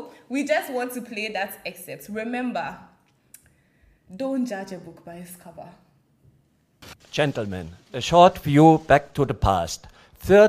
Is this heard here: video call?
no